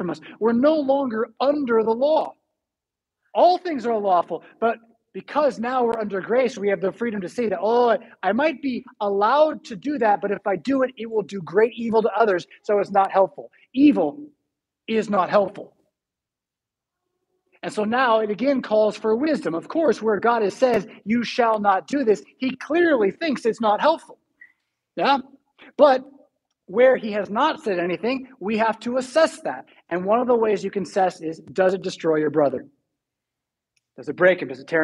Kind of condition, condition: setting, large echoing room